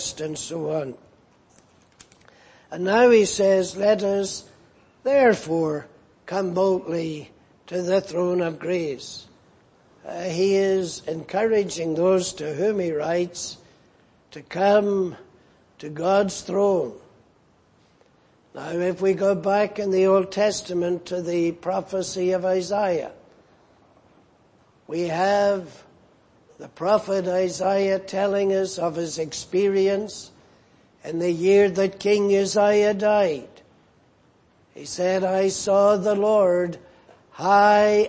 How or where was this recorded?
large echoing room